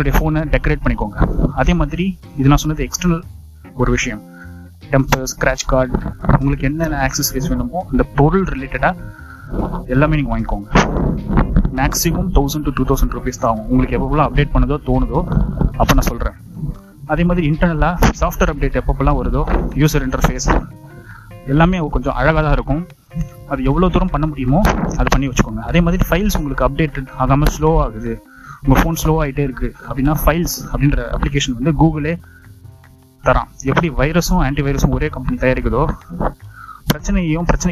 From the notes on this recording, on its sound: Sound recorded in a breezy road while walking and mixed through DOLBY software.